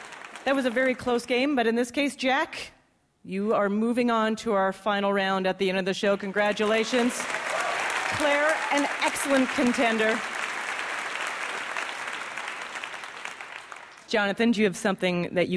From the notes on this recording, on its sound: For our first-ever show on the road, we chose a city near and dear to our hearts: Boston. Taped live at the Wilbur Theatre.